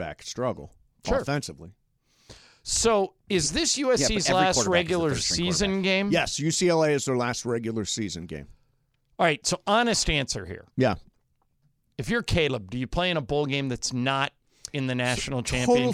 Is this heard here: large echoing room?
no